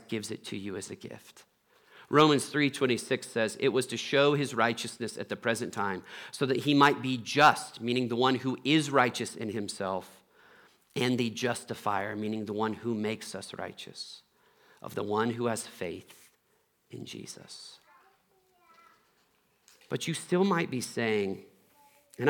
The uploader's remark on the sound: Trinity Anglican Church Littleton, CO